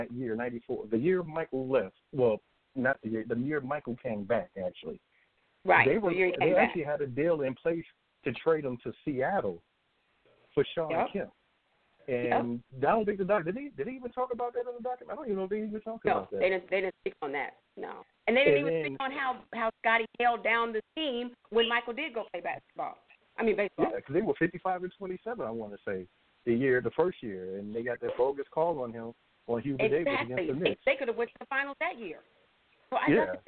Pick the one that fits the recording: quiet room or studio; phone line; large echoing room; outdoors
phone line